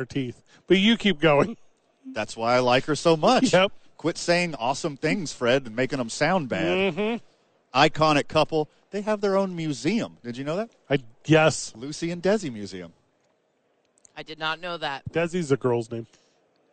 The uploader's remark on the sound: live from Radio Row